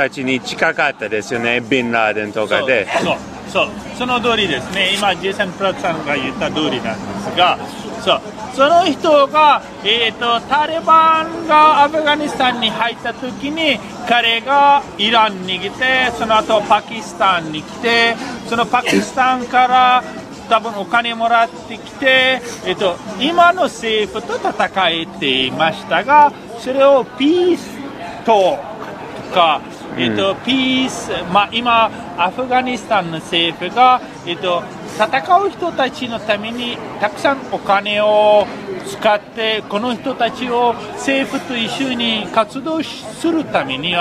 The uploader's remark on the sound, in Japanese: 外で録音しましたので、バックグラウンドはちょっとうるさくて、申し訳ありません。